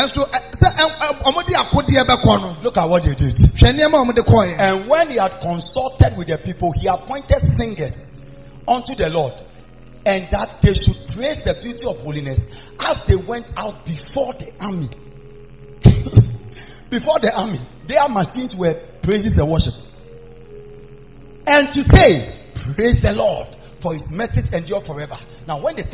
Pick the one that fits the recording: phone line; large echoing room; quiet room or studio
large echoing room